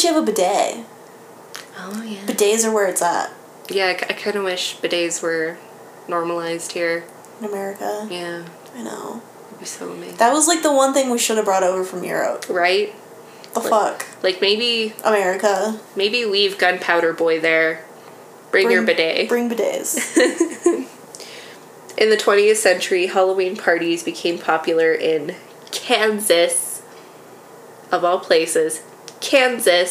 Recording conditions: sounds in the background